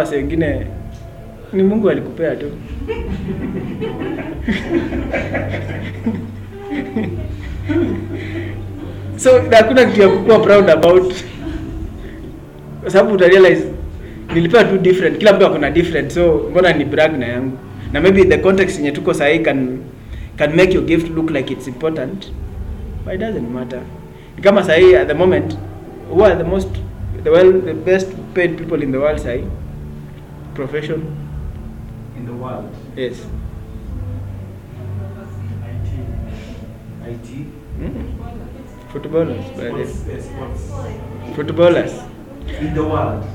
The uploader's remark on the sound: A verse by verse study with a live class held at Sirikwa Pentecostal Fellowship Eldoret on 22 August 2021.